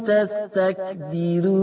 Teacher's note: تستكبرون راء مضمومة وقبلها كسر أيضا هترقق